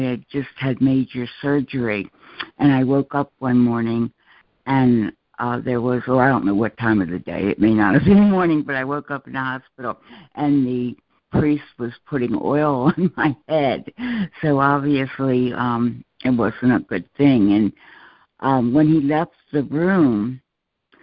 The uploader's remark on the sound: ACIM Daily Conference Call.